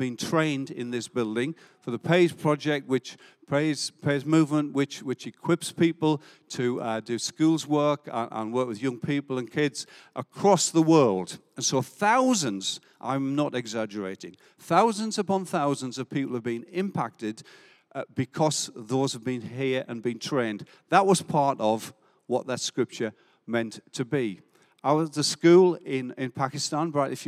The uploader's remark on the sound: Recorded live at Life Church Lancashire - Sunday 14th August 2022